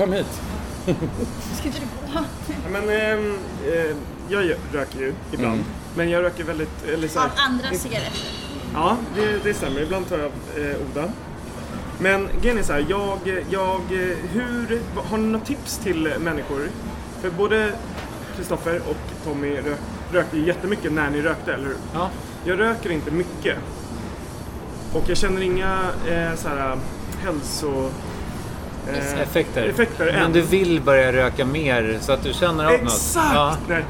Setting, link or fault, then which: setting, busy venue